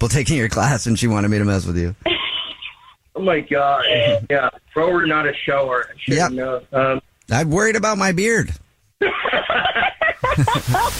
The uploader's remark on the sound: wake up with The Jubal Show, phone prank style